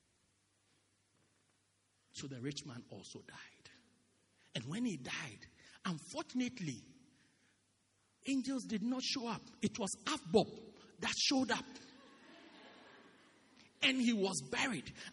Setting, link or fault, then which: setting, large echoing room